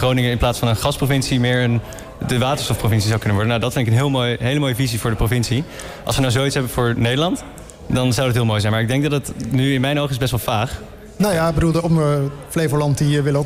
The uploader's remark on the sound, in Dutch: Een van de events op de Floriade Expo-terrein vond plaats op 22 september: het Floriade Hub Café. Een live-radioprogramma vanuit de Green Innovation Hub in The Natural Pavilion met muziek.